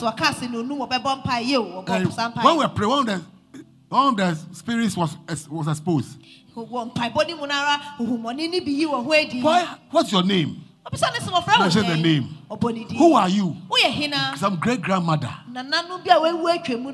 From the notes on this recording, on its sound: Preached at LCC Goshen